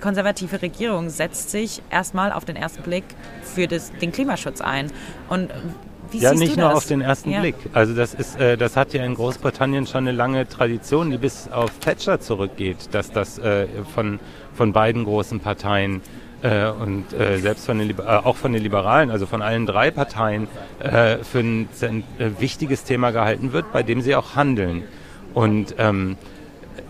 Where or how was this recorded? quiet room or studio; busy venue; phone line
busy venue